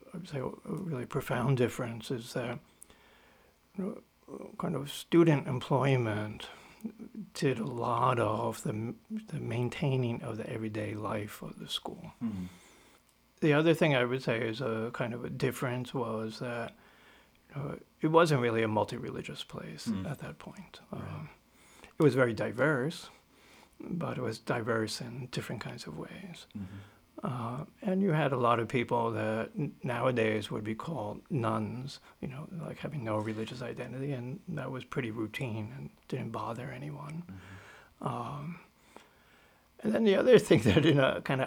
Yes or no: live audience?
no